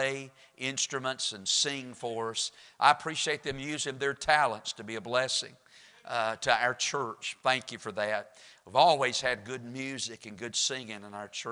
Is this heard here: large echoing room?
yes